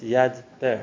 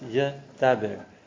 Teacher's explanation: when you have the first one being the strong syllable and the middle one being the weak syllable, then it becomes two syllables · Shown in: first take